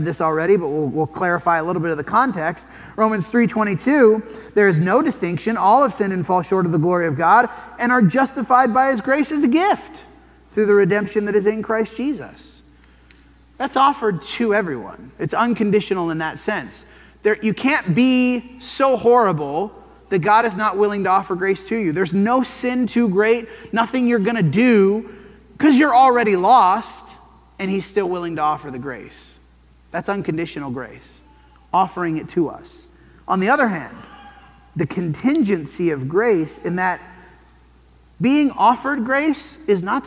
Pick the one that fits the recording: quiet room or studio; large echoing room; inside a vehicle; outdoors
large echoing room